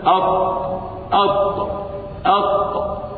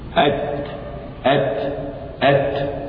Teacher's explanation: التاء والطاء شديدتان شديدتان، الطاء مستعلية والتاء مستفلة، التاء مستفلة والطاء مستعلية